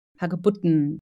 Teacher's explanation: Dieses E von EN, das spricht man sehr häufig tatsächlich gar nicht.